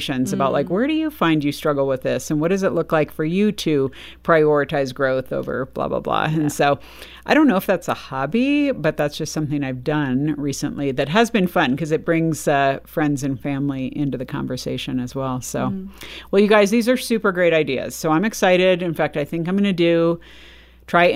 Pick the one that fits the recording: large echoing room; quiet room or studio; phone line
quiet room or studio